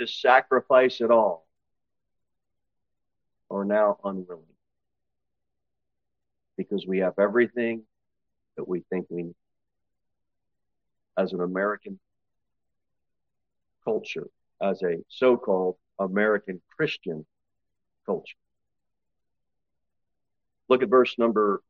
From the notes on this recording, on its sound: Sermon delivered at Pilgrim Baptist Church. Pilgrim Baptist Church, located at 229 W. Jere Whitson Rd. Cookeville, TN 38501.